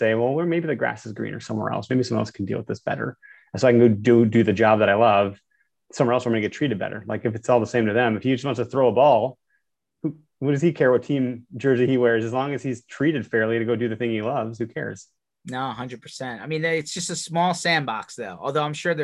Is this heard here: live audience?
no